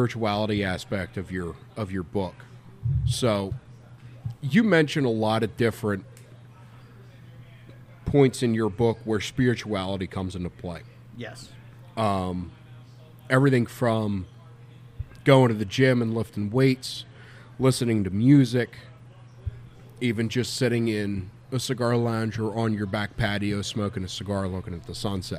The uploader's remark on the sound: this was the first episode to be recorded in the Liga Privada Lounge of the Wooden Indian Tobacco Shop